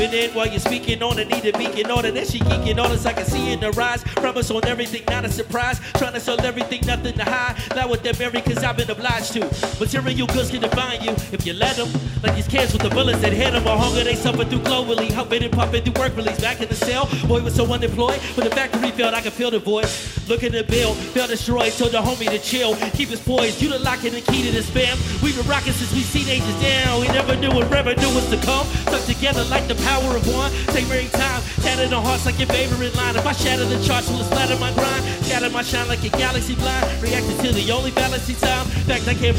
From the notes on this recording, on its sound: This performance was recorded from the 2021 Garfield Park Arts Festival.